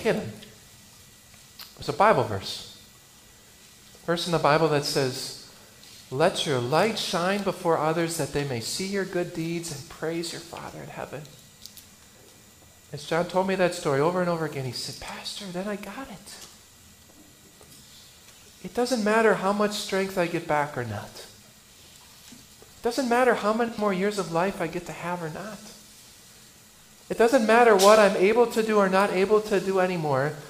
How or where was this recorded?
large echoing room